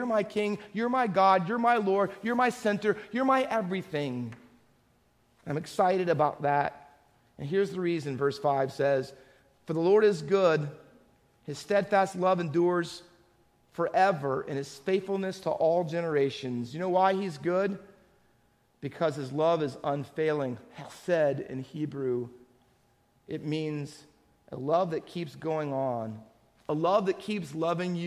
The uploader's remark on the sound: Faith Baptist Church in Hamilton, NJ.